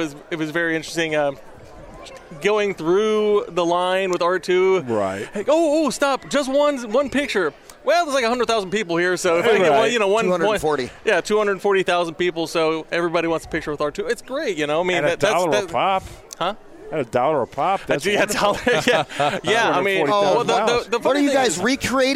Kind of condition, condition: setting, busy venue